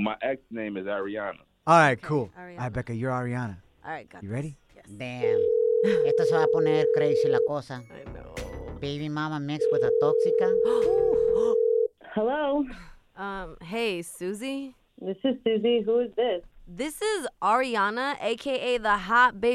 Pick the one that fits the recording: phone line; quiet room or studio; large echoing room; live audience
phone line